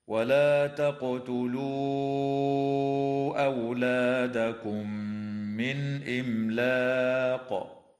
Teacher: وتدغم الميم الساكنة في الميم مع الغنة في قوله تعالى: أولادكم من